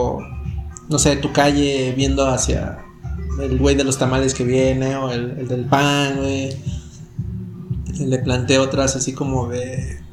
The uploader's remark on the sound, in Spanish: ¿Y si grabamos lo de la peda, salieron temas bien chidos? Un poco de música Lo-Fi y platica sin sentido. Precaución, ruido de botaneo regular, puede llegar a molestar a algunos usuarios.